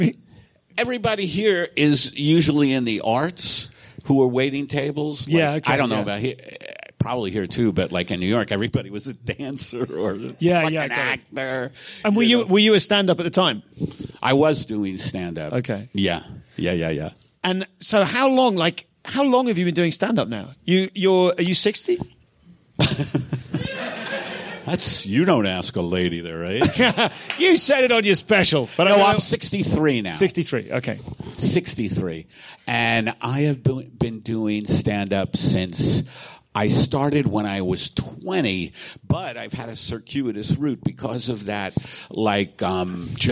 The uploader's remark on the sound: Live at SXSW. In this unmissable live special from South By South West.